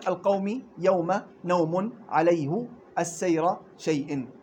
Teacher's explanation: الواو غير المادية من الشفتين والياء غير المادية من وسط اللسان · Term: اللين